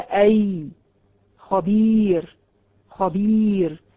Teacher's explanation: علشان انطق الياء لازم اعمل جوف، يعني افضي مكان وسط اللسان. هتلاقي وسط اللسان بتاعك راح عامل تجويف كده عشان يطلع منه الهواء متحمل بحرف الياء